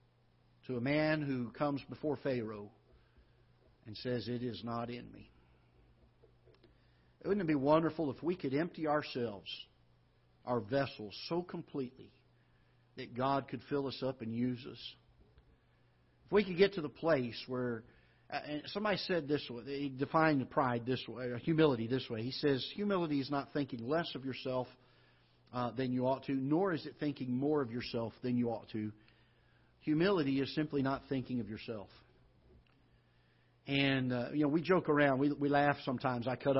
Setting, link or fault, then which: setting, large echoing room